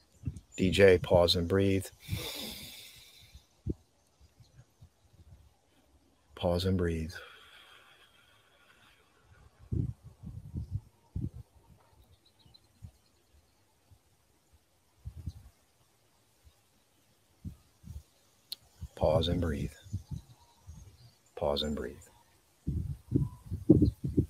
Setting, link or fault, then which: setting, outdoors